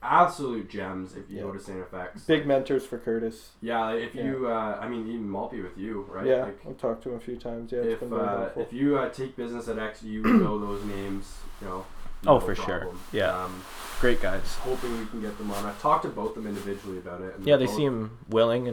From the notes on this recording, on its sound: we only had a single mic recoring the whole time